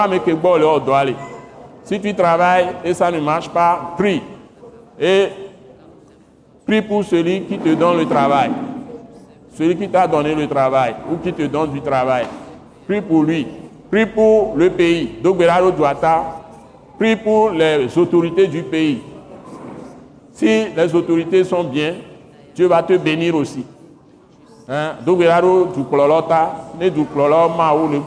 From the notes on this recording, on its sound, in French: Ce message, enregistré lors de la Soirée de Célébration et de Prière hebdomadaire de l’Église Christ Crucifié en Action (implantée par l’ATAC International), est prêché simultanément en Français et en Mina, une langue locale du Togo.